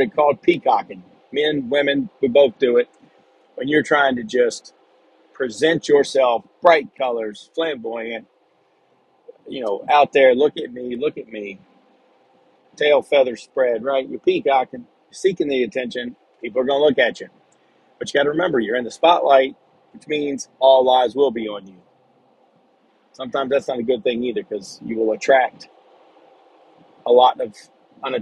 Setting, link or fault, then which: setting, inside a vehicle